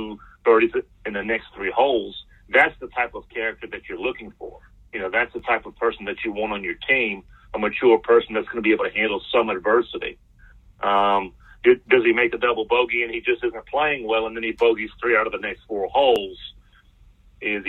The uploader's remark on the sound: We then move to the phone lines with 2 great guests.